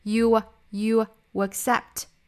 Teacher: 元音加元音连读，加上一个小小的 w 的发音